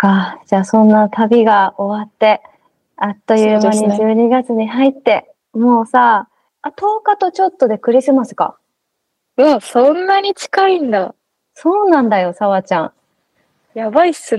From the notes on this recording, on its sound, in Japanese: 今回は久々のリモート収録